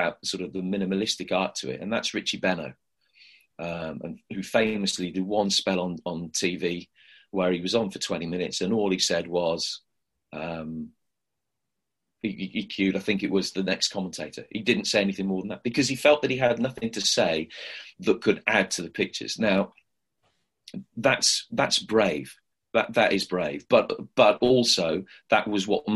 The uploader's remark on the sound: Via a sometimes temperamental Zoom call.